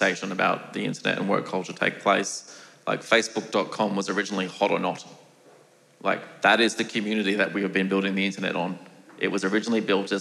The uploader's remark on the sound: A special episode from The Parley Debate Event in 2023. Live episode of The Parley Debate Event, recorded in March 2023 - with an ensemble of debaters including academics, artists, comedians, and everyday people.